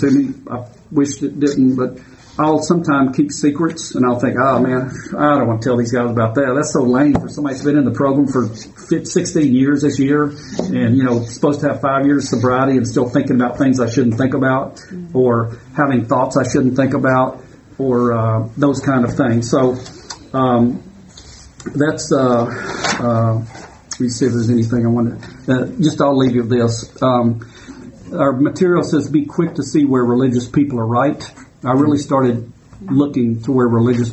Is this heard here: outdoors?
no